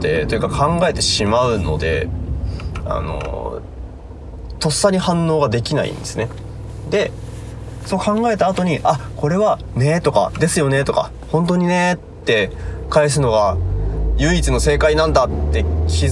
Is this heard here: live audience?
no